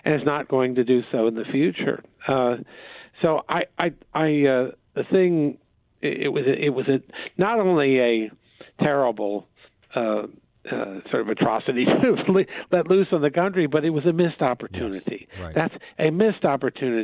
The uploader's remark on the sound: by phone for the full radio hour